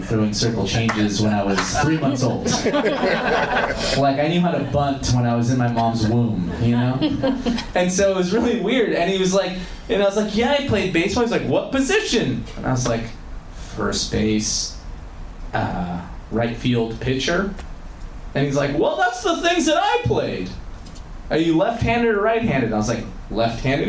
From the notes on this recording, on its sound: LIVE Podcast from the Punch Line San Francisco.